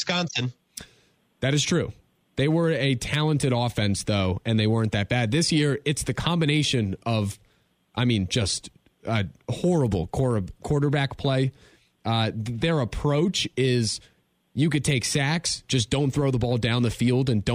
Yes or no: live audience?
no